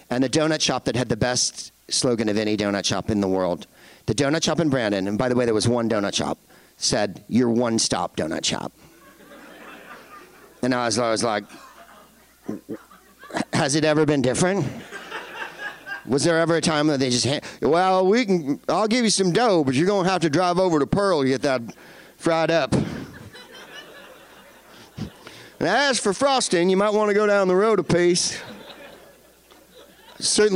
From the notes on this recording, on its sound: Live from the Improv in Irvine